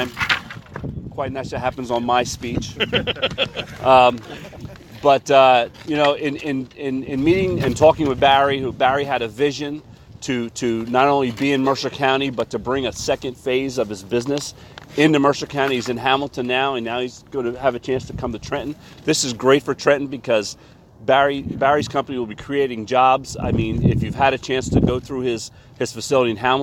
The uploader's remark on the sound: Princetel In Trenton press conference